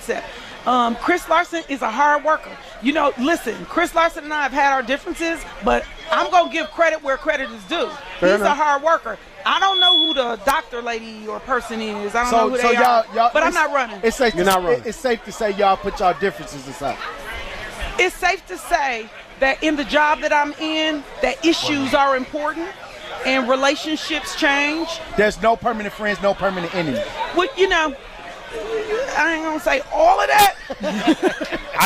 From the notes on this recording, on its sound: LIVE from Juneteenth 2021.